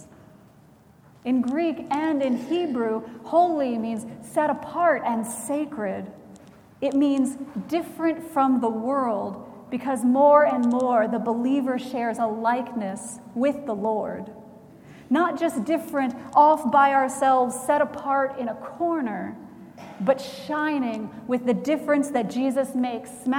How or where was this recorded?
large echoing room